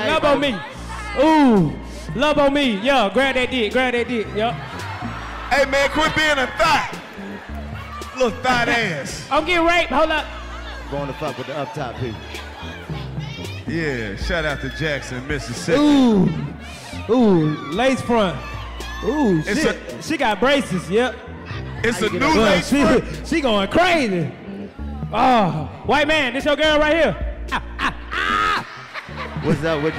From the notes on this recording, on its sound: The Jackson Mississippi Comedy Special. They waste no time roasting the whole audience. Try to figure out why therr are so many black police officers in the building. The fellas break out into hood theater and go out into the audience looking for witnesses but Jackson ain't see shit!